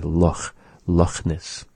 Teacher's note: It's sort of a raspy sound, resembling slightly an H sound. · Term: cha sound